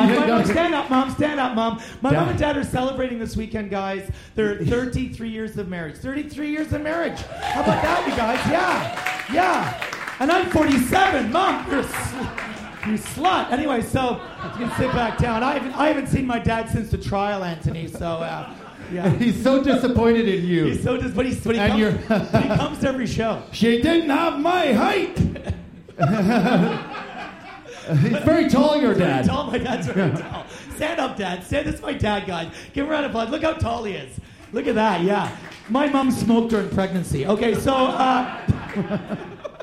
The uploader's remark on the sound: You are cordially invited back into the VCEBunker – live n’ direct from the 2019 Edinburgh Fringe.